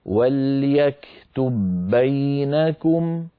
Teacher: فندغم الباء في الباء ويكون النطق بباء مشددة · Term: إدغام متماثلين